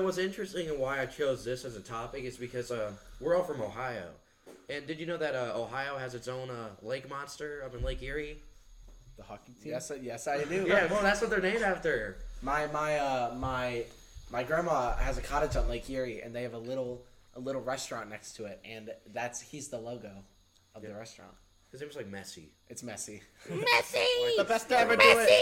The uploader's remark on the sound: We're trying out a new thing with the mics and then it sounds a little weird.